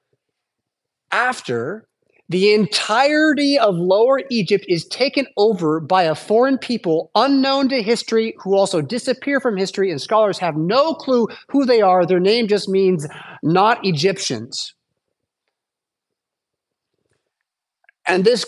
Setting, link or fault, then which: setting, large echoing room